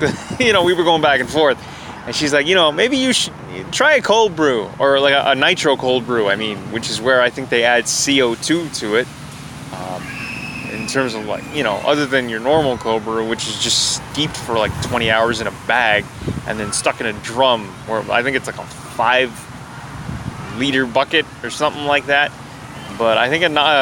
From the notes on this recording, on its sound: I recorded this episode at a picnic table in a parkette, next to a municipal office in Toronto, Ontario on a warm day back in September 2019